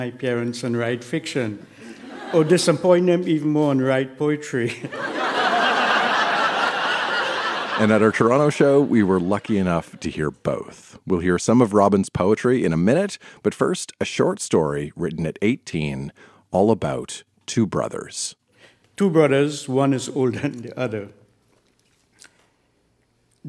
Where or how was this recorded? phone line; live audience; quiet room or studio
live audience